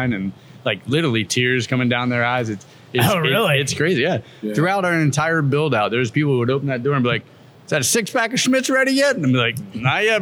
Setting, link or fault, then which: setting, busy venue